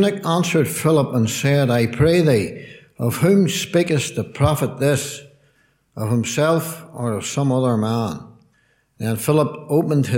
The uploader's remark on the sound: Gospel Audio from Ballyclare Gospel Hall